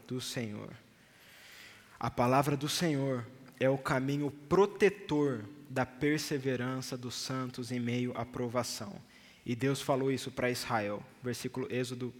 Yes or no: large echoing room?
yes